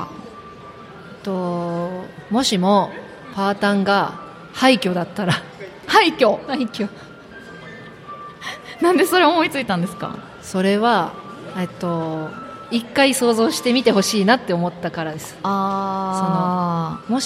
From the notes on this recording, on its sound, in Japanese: 公開収録